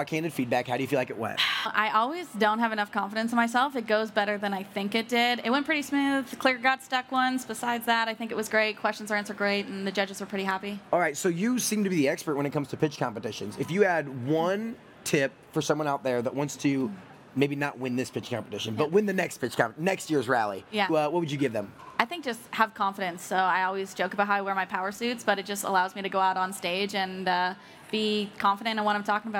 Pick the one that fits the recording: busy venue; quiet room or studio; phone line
busy venue